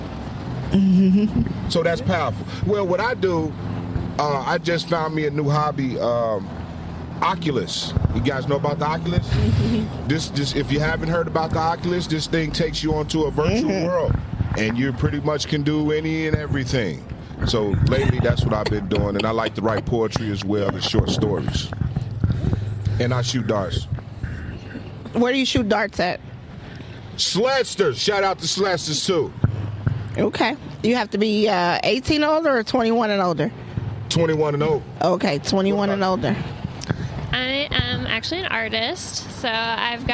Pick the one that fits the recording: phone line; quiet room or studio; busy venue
busy venue